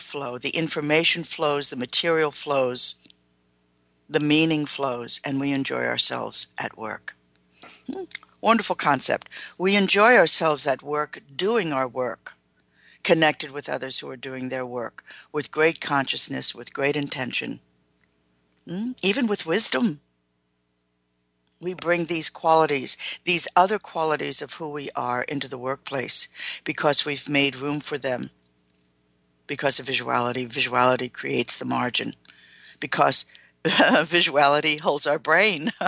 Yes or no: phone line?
no